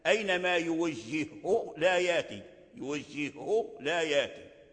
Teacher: فصار أينما يوجهه بإدغام الهاء في الهاء، فصارت هاء مشددة واحدة، وهكذا في كل الحروف المتماثلة.